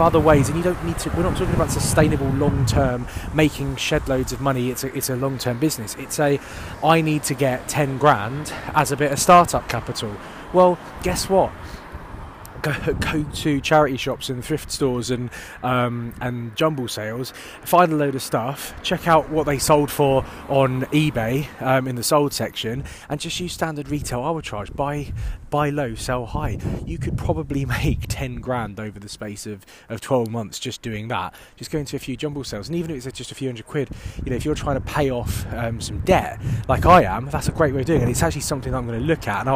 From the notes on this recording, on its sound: Walk & Talk.